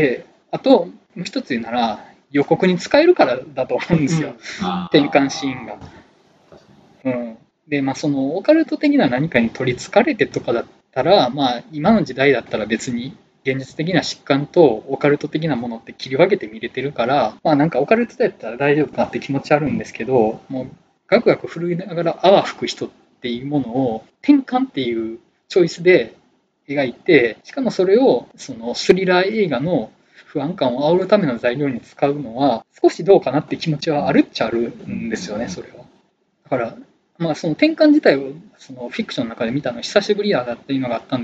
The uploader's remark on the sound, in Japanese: 録音環境の問題で低音質です。